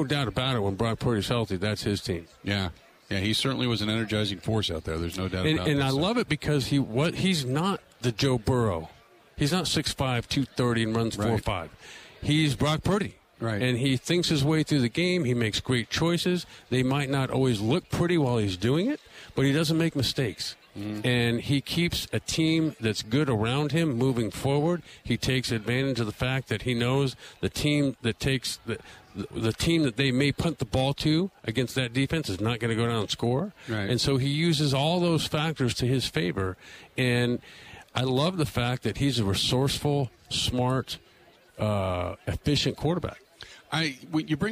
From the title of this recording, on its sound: Live From Radio Row At Super Bowl 57